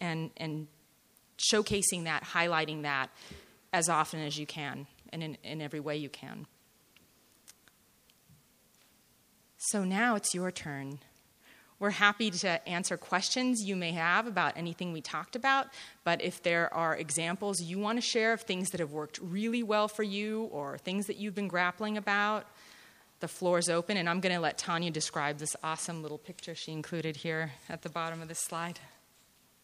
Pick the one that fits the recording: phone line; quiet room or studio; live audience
live audience